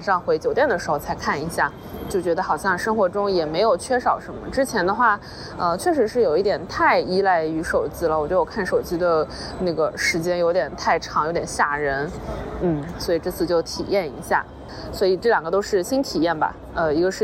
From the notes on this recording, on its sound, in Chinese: 这期是来自塞尔维亚首都贝尔格雷德街头的现场报道。